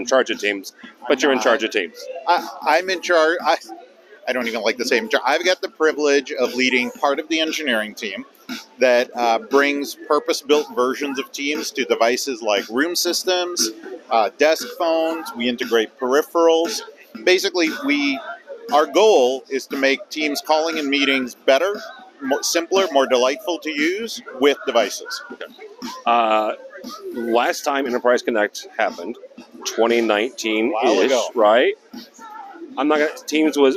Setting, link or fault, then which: setting, busy venue